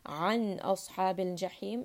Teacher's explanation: noon is a letter of sukun, and then it is followed by a throat letter, hamza, so this is going to be idhar